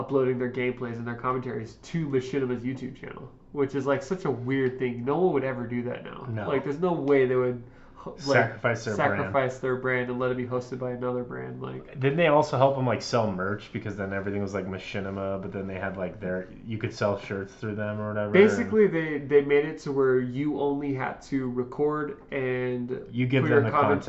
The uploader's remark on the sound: Full disclosure, we had audio equipment issues this time around. We apologize about the muffled mics.